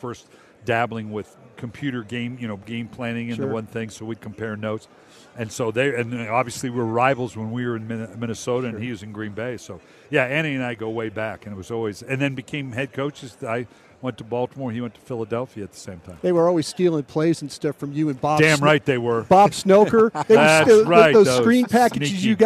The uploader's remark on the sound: live from Super Bowl Radio Row